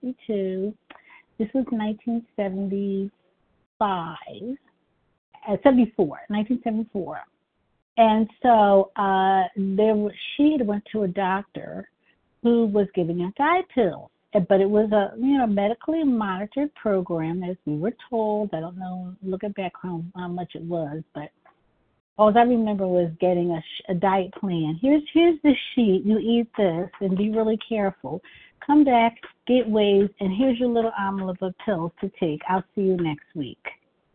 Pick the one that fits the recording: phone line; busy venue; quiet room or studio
phone line